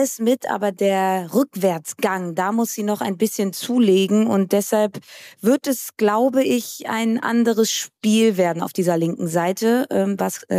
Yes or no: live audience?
no